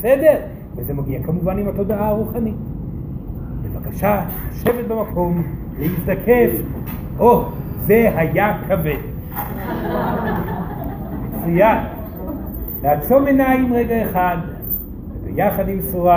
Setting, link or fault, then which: setting, live audience